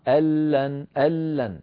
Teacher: الآن الكلام على كلمتين جديدتين، كلمة أن مع كلمة لن، أن مع كلمة لن، أن لن، أن آخرها نون ساكنة، لن أولها لام، فاجتمع في النطق نون ساكنة بعدها لام، ونحن نعلم بأن النون تدغم في اللام · Term: مدغمة